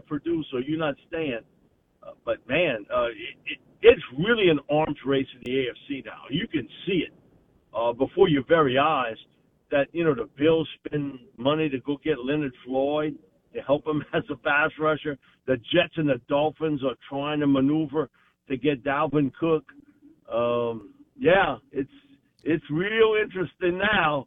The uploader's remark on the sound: joins the show live on the Farm Bureau guest line